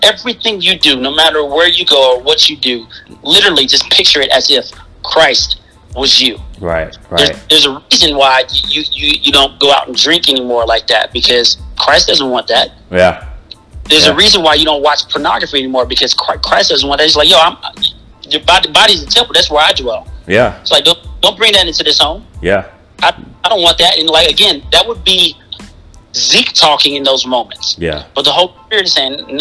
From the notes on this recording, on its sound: Pardon the extra noises in the background of this episode. I don't have a studio so I'm working on finding the best locations and ways to record for the best quality.